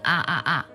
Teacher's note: 嘴唇前部张得特别大，而且嘴唇动作也比较夸张，而且这个音听起来还特别拖沓